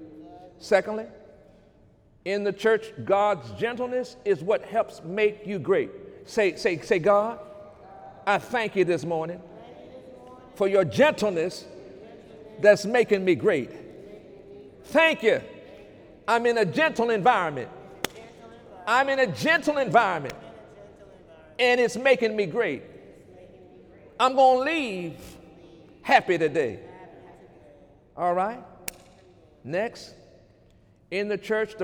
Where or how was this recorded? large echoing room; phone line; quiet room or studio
large echoing room